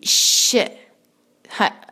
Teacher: बाद नून पे फतहा एक हरका, न शीन जो है उसको उसकी आवाज जरा फैलती हुई श, बिल्कुल उसको आयस्तगी से श नहीं कहना बल्कि श, और